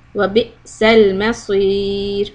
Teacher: the raw is going to be soft when you put a sukun on it